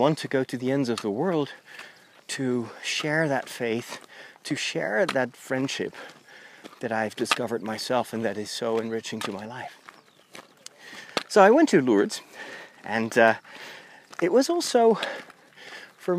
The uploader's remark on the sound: In this special episode recorded while walking the Camino.